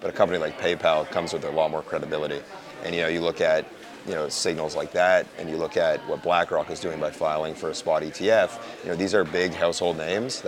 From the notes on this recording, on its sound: at the Blockchain Futurist Conference in Toronto, Canada